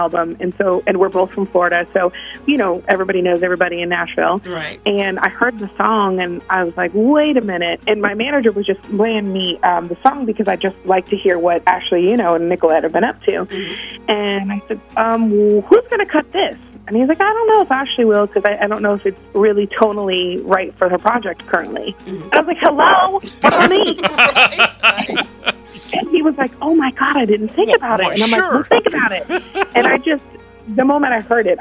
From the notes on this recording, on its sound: called